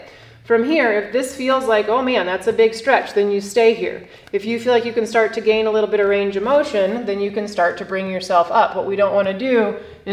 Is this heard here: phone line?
no